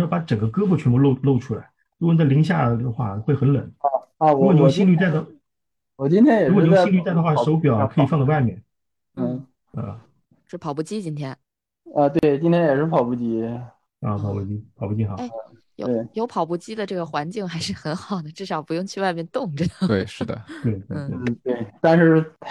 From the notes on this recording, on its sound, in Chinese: 第一次线上录制。